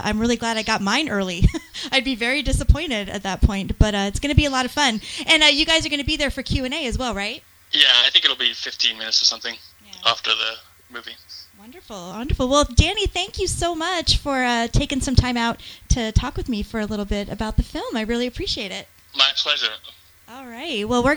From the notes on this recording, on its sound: called in and chatted with me for a bit